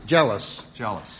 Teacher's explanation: I believe that the stress is on the first syllable.